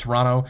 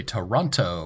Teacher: if you do not live there, you say Toronto with the hard T · Shown in: second take